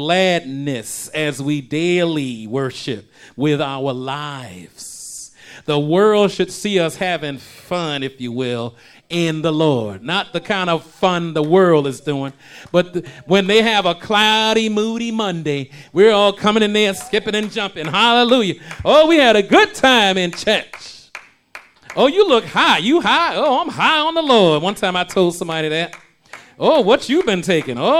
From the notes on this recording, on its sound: shared this message live at RACC